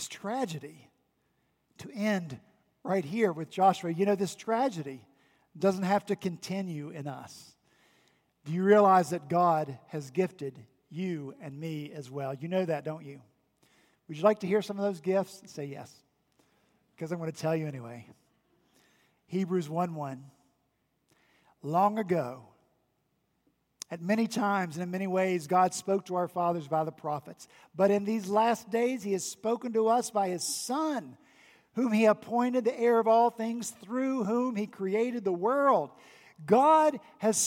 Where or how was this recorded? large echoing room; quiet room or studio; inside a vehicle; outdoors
large echoing room